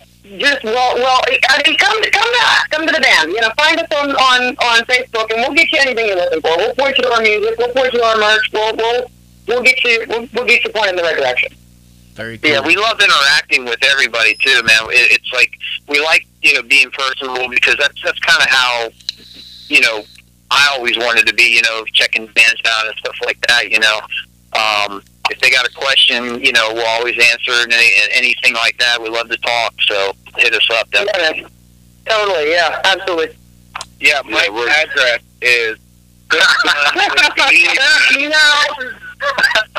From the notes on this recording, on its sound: called in live on The … Show